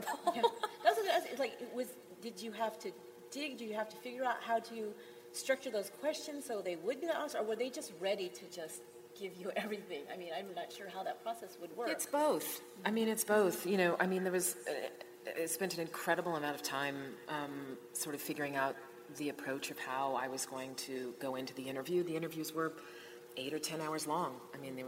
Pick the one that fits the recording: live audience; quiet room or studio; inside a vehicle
live audience